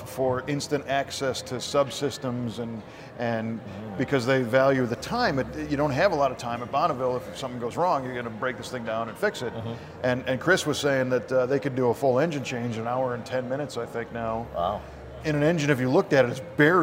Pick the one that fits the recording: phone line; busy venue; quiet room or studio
busy venue